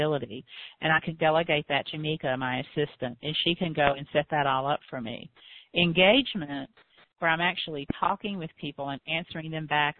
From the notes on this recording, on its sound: I answered some common questions on this live Q and A call.